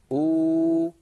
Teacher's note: أبدل الهمزة الساكنة واوا مجانسة لضمة الهمزة الأولى فتصير أو